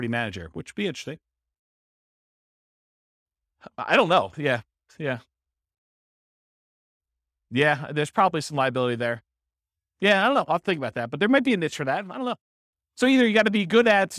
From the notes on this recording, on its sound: This was a live class recorded